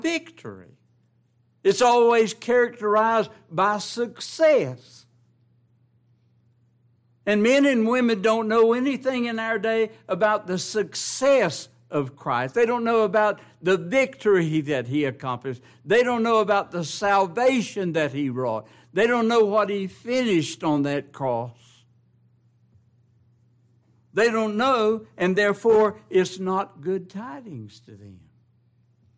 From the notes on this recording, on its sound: This is the ENTIRE LIVE STREAM broadcast of the final two services of our 2023 Spring Bible conference.